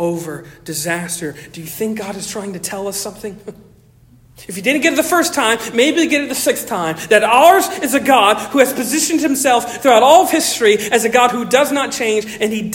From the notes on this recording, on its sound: Originally delivered on 10 September 2023 at Stonington Baptist Church, Paxinos, PA. Originally delivered on 10 September 2023 at Stonington Baptist Church, Paxinos, PA.